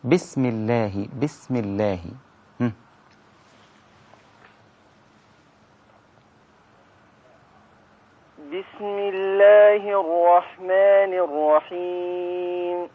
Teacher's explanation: السين رقيقة جدا وتظهر فيها صفة الهمس.